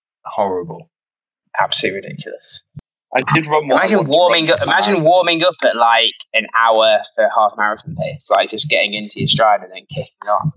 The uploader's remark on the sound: Sorry about the slight audio issues this week, the boys on in Thailand...